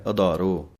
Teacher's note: ਧੱਦੇ ਦੇ ਨਾਲ ਹੈ ਆਧਾਰੋ, ਇਹ ਵੀ ਭਾਰਾ ਕਰਕੇ ਬੋਲਣਾ ਹੈ